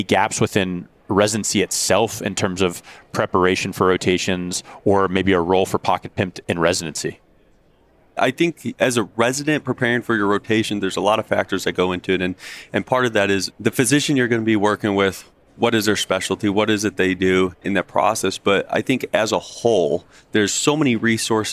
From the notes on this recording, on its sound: Recorded live at the 2023 Annual Meeting.